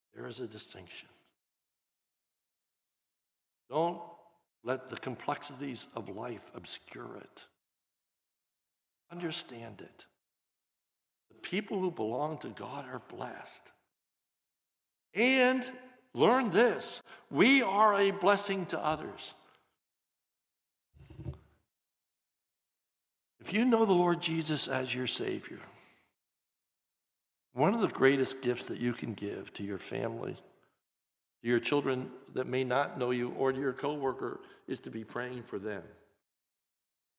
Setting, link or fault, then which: setting, large echoing room